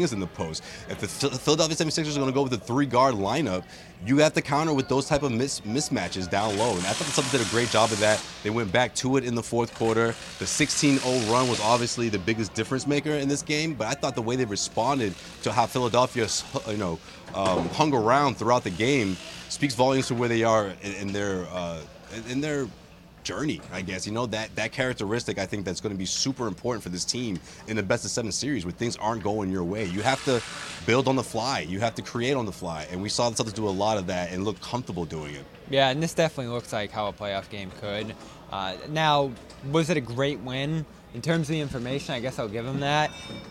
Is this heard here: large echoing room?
no